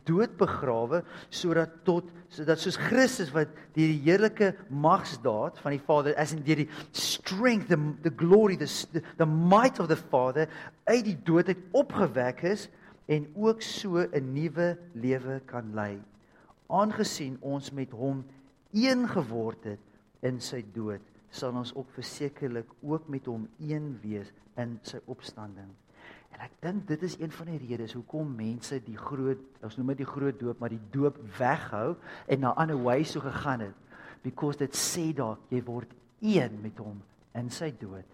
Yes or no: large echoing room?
yes